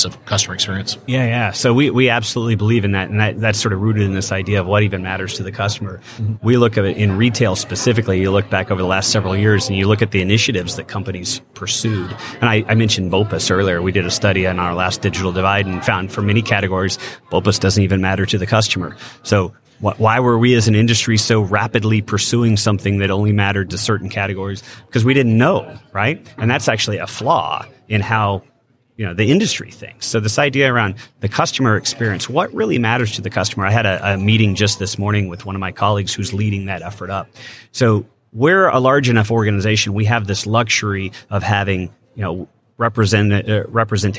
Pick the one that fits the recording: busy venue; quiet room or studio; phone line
busy venue